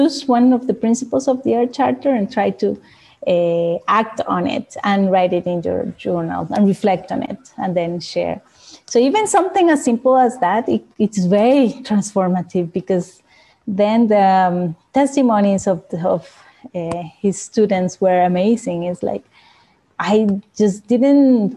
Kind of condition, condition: link, video call